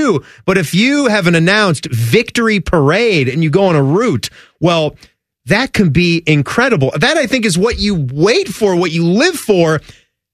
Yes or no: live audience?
no